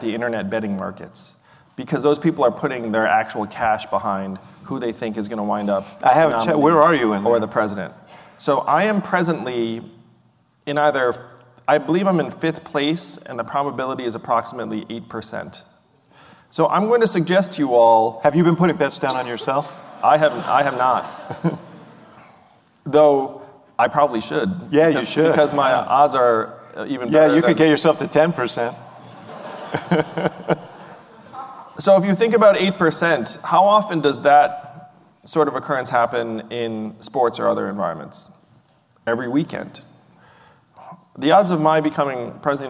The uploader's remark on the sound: a live edition of The Axe Files